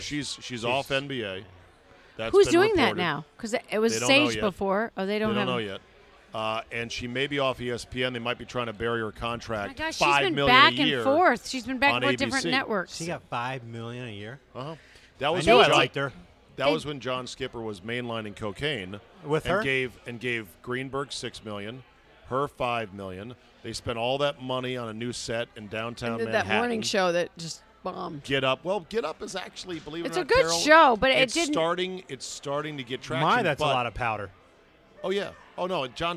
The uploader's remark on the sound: Recorded at DC Prime Steakhouse in Ashburn, VA.